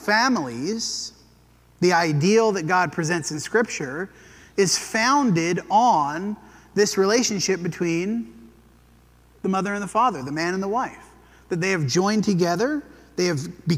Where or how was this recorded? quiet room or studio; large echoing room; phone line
large echoing room